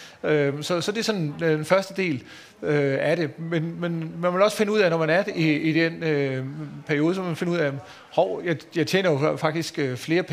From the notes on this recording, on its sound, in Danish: Undervejs besvarer boligøkonomen også på spørgsmål fra publikum. Udsendelsen er optaget under Aarhus Festuge, hvor Jyske Bank LIVE havde indrettet åbent tv-studie på Strøget, Søndergade 5.